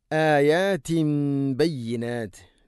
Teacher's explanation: തൻവീന് ശേഷം ബ വന്നു, തൻവീനിനെ മീമാക്കി മാറ്റണം ഇഖ്ലാബ് എന്ന്.